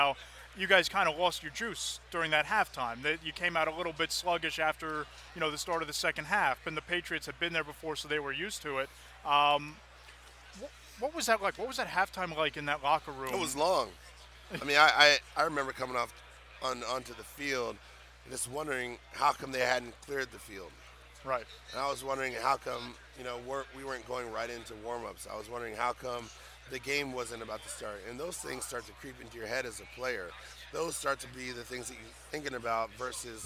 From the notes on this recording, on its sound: Day 4 from Radio Row at the Super Bowl.